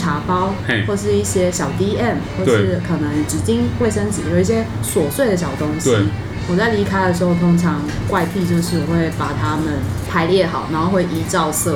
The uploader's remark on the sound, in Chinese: 本集白噪音指數：蚊風級 1/5。錄音地點： Wine Café。